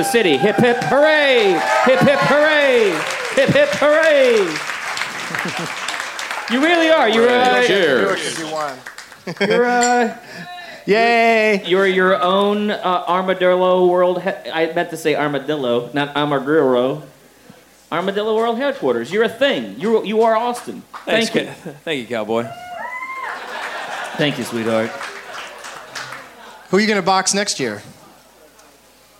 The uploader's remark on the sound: Taped live at the Fantastic Fest in Austin, TX.